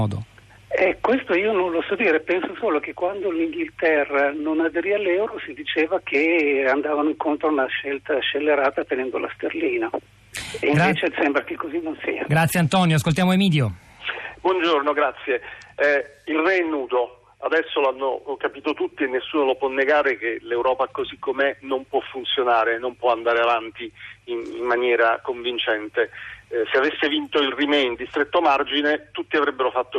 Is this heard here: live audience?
no